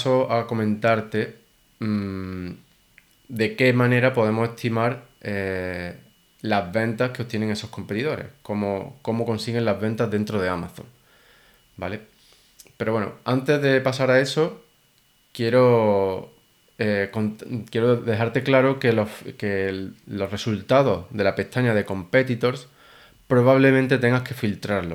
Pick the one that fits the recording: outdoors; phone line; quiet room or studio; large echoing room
quiet room or studio